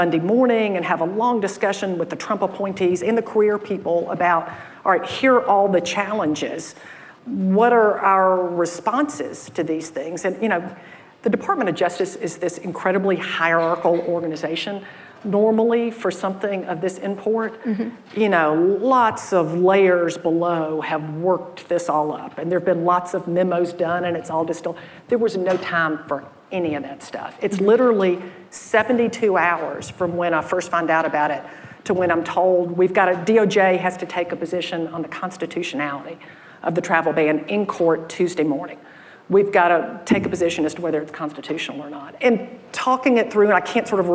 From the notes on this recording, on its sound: In front of a live audience at the AllRaise Summit in San Francisco.